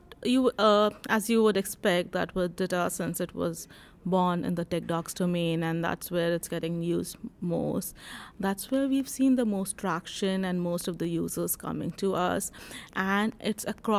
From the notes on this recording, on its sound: talk with vendors at the CMS/DITA North America conference